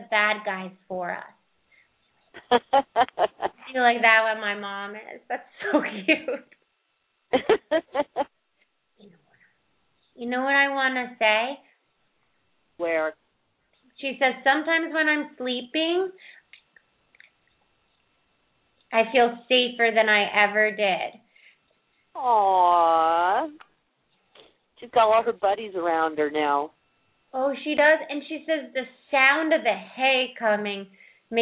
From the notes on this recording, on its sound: open up the lines for listeners to call